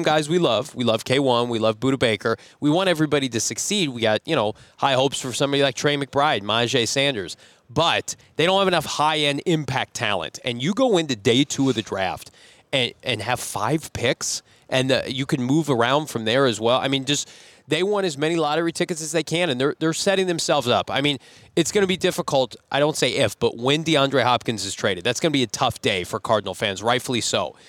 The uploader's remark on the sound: LIVE from the NFL Scouting Combine